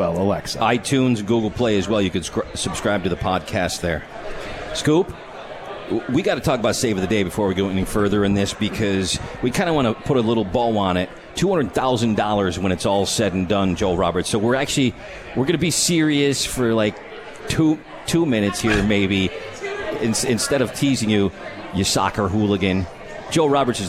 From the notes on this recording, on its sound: live from The 72 Tavern